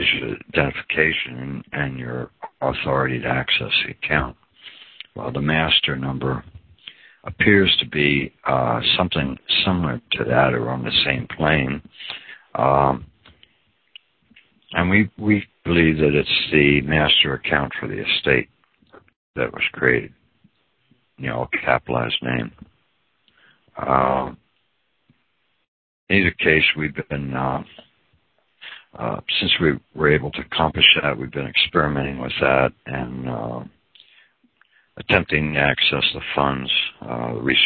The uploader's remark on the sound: Audio call from around 2014